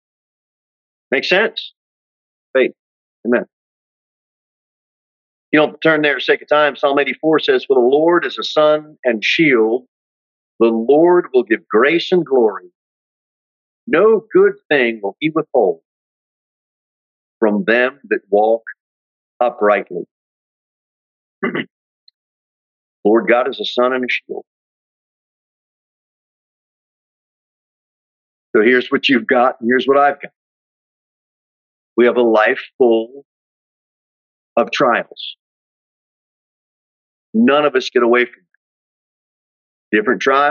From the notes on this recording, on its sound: Sermon delivered at Pilgrim Baptist Church on Thursday, January 12, 2023, at 6:15 pm. Jere Whitson Rd.